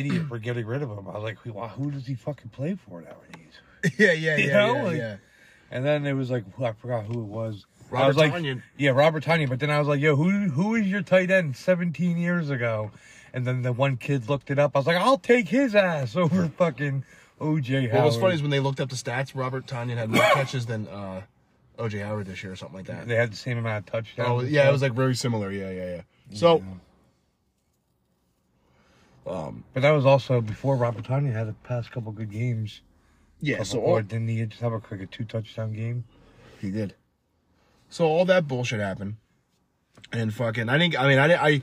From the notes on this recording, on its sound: we’re in the car